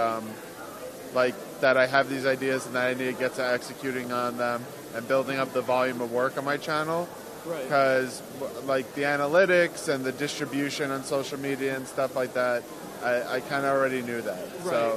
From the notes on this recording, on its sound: live at VidSummit 2017 in Los Angeles